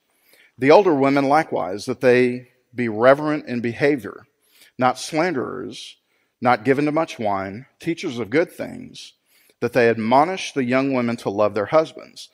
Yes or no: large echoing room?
yes